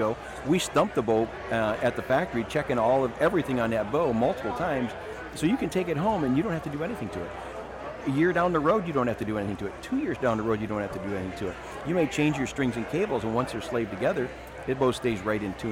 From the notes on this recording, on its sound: joins us LIVE from the Woods N Water Outdoor Weekend